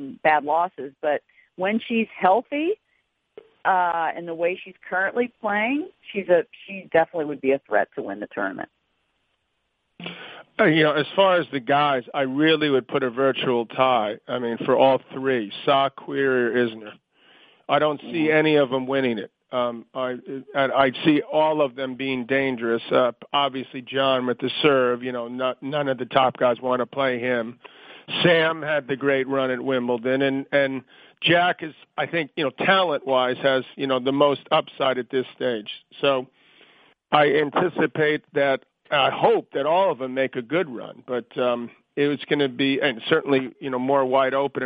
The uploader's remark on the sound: U.S. Open Conference Call.